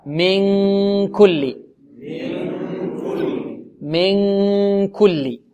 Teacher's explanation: فلذلك مكان الكاف أك أك أك هو الذي تلصقه عند الإخفاء هنا، يعني غنة تخرج من الخيشوم، ويكون هذا الصوت الجاري من الخيشوم يصاحبه ارتفاع في أقصى اللسان في مكان الكاف